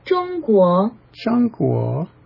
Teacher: The last syllable is a diphthong of U and O together, with the O being rising in pitch